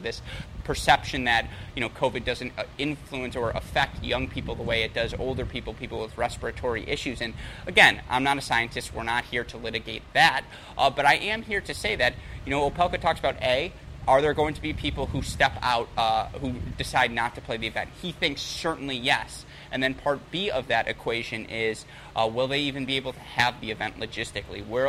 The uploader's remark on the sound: Live from the Altec Styslinger Tennis Exhibition in Miami